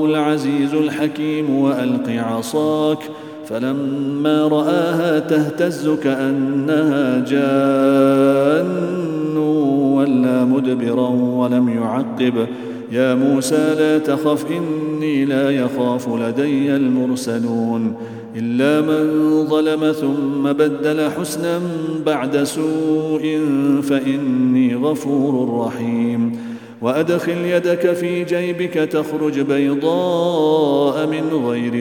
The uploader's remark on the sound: at the Houghton Masjid (West Street)